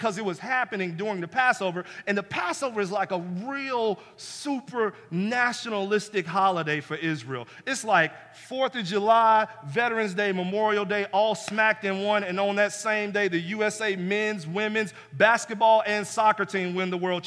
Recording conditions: large echoing room